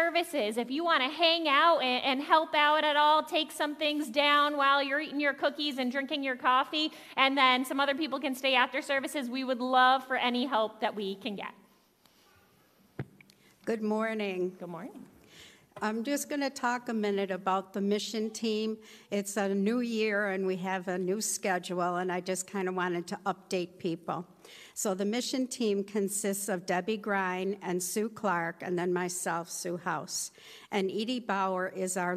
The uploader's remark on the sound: Audio from worship on January 15, 2023. Zion United Church of Christ.